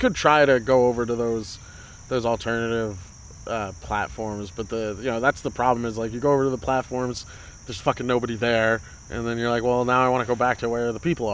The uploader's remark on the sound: This is the last episode I'm doing outside I promise. Too much ambient sound, really annoying.